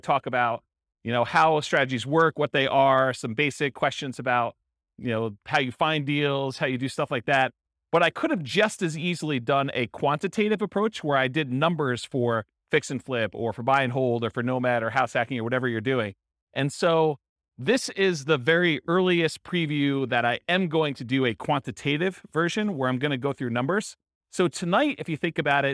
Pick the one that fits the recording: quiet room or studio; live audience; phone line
live audience